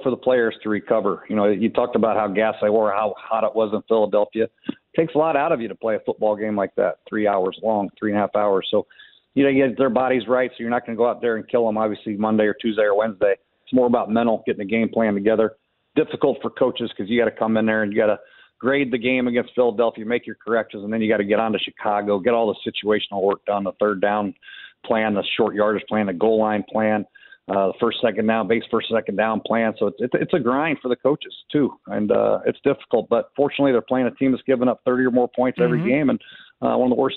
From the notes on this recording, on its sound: Taking your calls. Closing out the hour with your calls on Sunday’s loss.